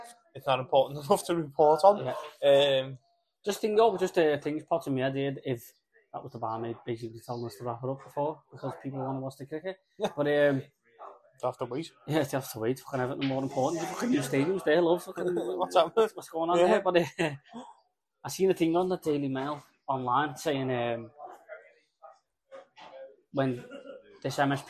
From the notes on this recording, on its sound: do a podcast sat in the Bramley Moore pub